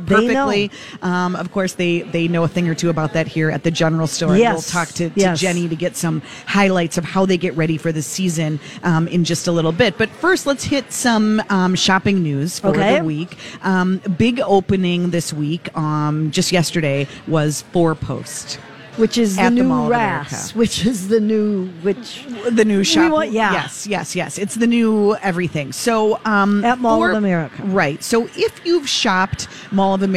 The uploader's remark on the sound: Live at the General Store of Minnetonka